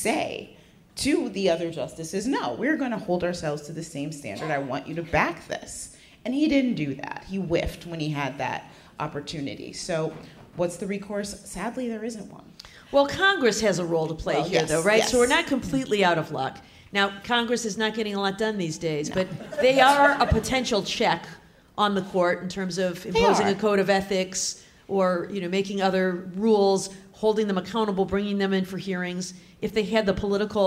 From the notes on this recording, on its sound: take the show on the road for a live appearance in Portland, Oregon